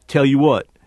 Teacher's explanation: disappearing L's after vowels